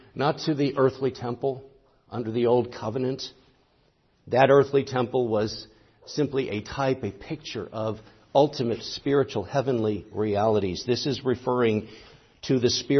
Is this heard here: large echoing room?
yes